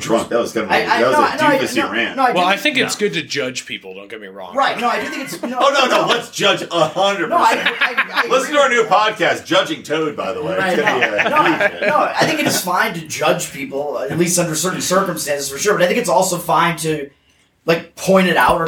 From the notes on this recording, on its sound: Live from the Libertarian National Convention in Reno